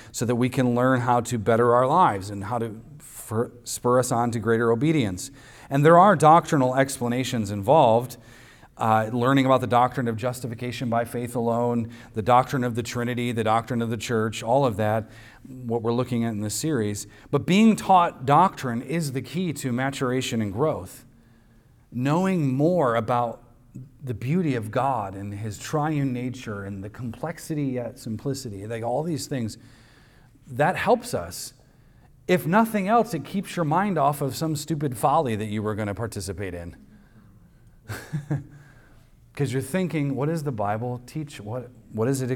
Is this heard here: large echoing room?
yes